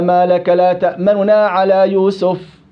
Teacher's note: أخفيت بعض الحركة، وهو الوجه المقدم. والاختلاس الإتيان ببعض الحركة بحيث يسمح القريب دون البعيد، فننطق بثلثي النون المضمومة ويذهب ثلث